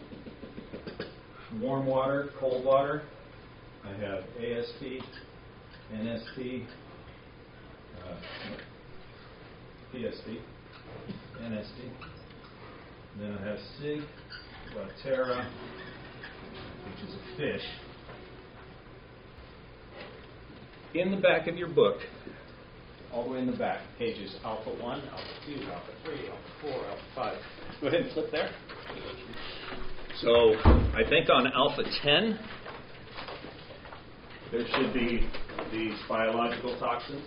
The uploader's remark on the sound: Live Food Safety Class Presentation. I recorded a portion of my live presentation to one of the classes.